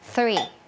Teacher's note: เป็นเสียงแบบ unvoicedคือออกมาแค่ลมเราเอาลิ้นเนี่ยมาวางตรงกลางระหว่างฟันบนกับฟันล่าง อย่างนี้เนาะปล่อยลมออกมาเหมือนเราจะแบบเก็บที่หน้ามันจริงๆอะพ่นลมใส่ไปเลยเดี๋ยวเราลองเอาไปใส่กับคำดูว่ามันจะออกมาเป็นยังไงอะลองไปพร้อมกันเลยนะคะวอร์มก่อนวอร์มก่อน threeเห็นปะคือมันไม่ใช่ถอดธงมันไม่ใช่ threeนะคะ three thanks think I think about somethingอะไรก็ว่าไป I